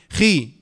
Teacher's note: فعشان الخاء مكسوره فهي ادنى درجات التفخيم